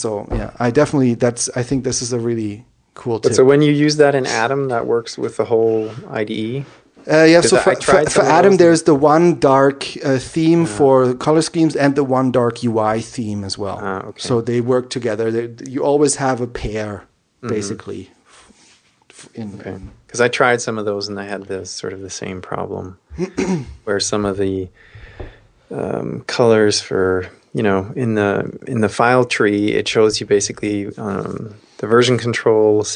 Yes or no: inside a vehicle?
no